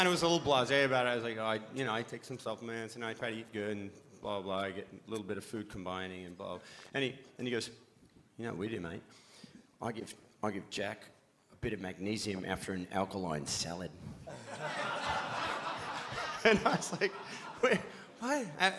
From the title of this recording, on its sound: Live at Beer Farm Margaret River